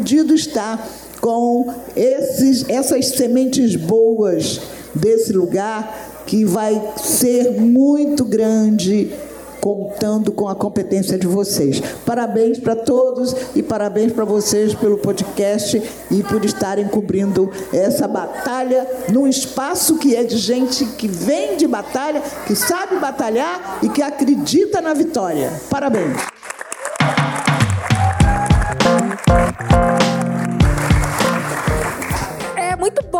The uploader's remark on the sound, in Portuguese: Esse programa foi gravado ao vivo. Durante a programação infantil da Festa Literária das periferias - Flup 2023. Conversaram com moradores do Morro da Providência.